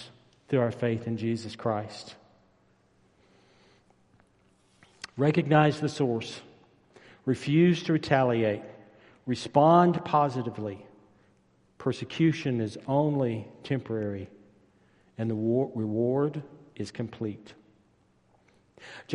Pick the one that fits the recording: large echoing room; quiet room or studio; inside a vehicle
large echoing room